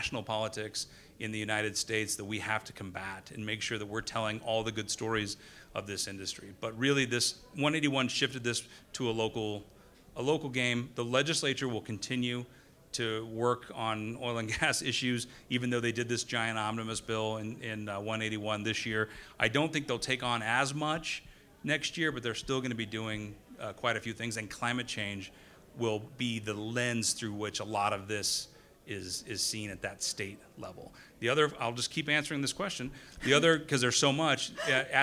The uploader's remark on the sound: OUR VERY FIRST LIVE HAPPY HOUR.